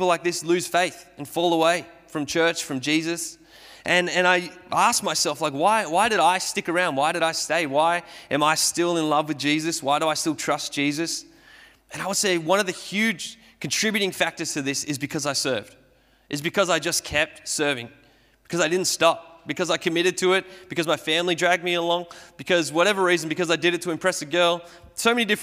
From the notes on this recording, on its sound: Sermon recorded at Restore Church on the 25th of July 2021